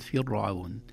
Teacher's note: راء ساكنة قبلها كسرة أصلية وليس بعدها حرف من حروف التفخيم · Term: مرققة